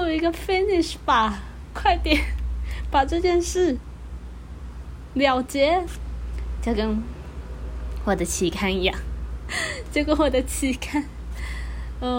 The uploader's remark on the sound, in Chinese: 這集家庭錄音室聽到的窗外的車聲呢。